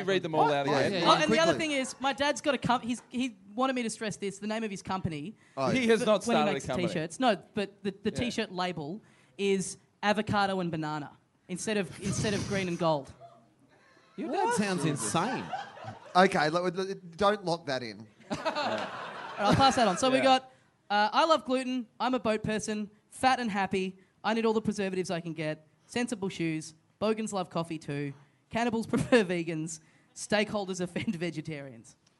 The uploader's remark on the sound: Live!